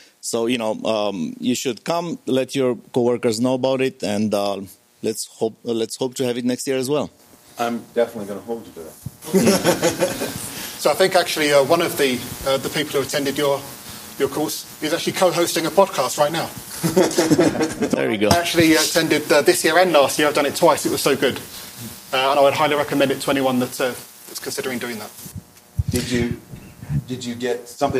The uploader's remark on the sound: The first of our two, live, CppCon 2019 episodes.